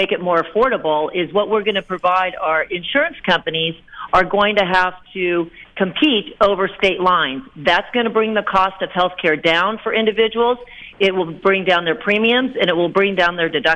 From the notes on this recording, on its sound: Dials in an appearance from the 85th annual US Conference of Mayors in Washington, D.C.